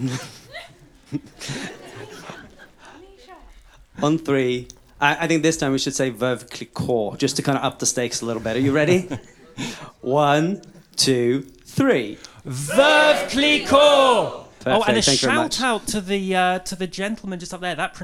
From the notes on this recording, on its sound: LIVE SHOW. The episode was recorded live at PodUK 2020 at Milliennium Point in Birmingham.